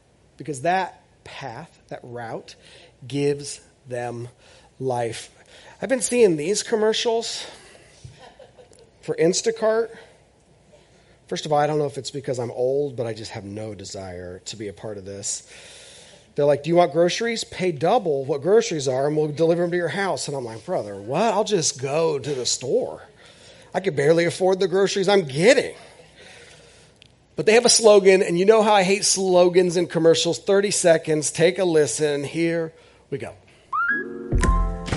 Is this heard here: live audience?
yes